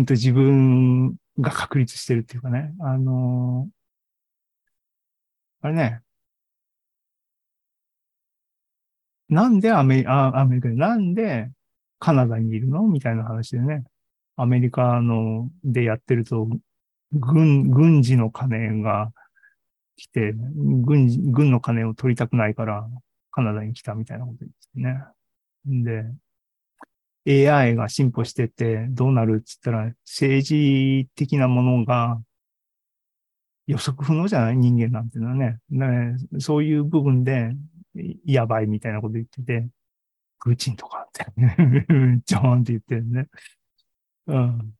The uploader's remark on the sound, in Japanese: ２０２３年３月２９日に開催した ZOOMライブの模様です